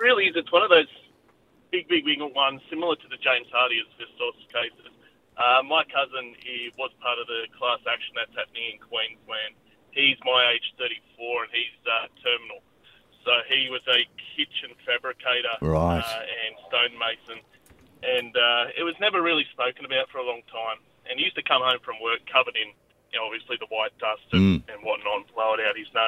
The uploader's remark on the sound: listeners call